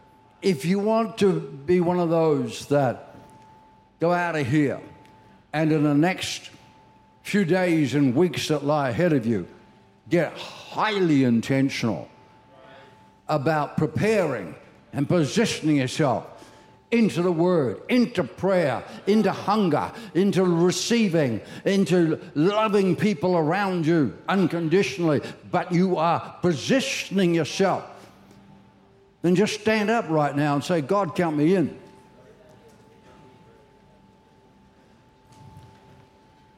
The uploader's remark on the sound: Recorded during our 9am service on Sunday, the 30th of July 2023.